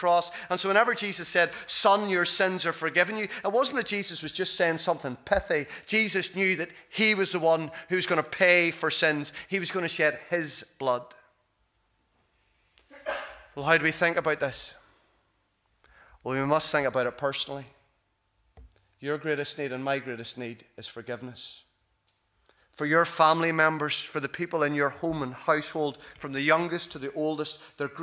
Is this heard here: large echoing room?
yes